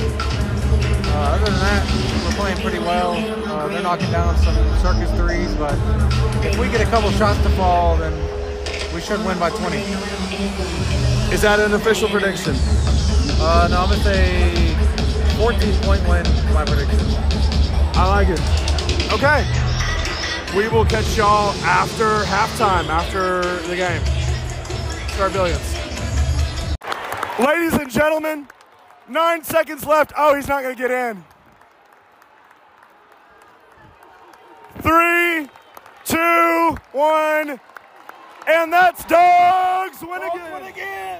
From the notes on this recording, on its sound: Live from the Hump. Live immediate reactions from inside Humphrey Coliseum.